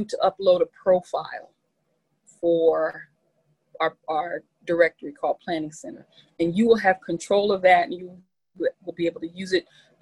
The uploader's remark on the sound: Our zoom streamed service. Internet went down at about the 44 minute mark, so the sermon ends abruptly unfortunately.